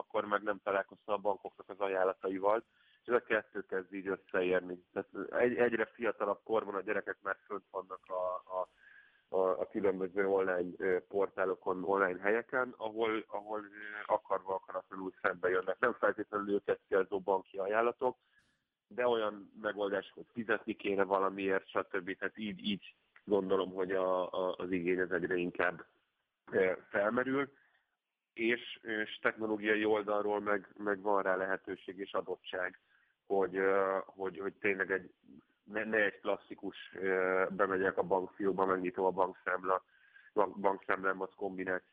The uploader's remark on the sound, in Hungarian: telefonos vendégei